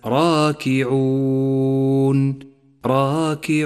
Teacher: جاء حرف المد وهو الواو وجاء بعده حرف ساكن بسبب الوقف وهو النون، فيجوز هنا أن نمد حركتين أو أربع حركات أو ست حركات · Term: المد العارضة للسكون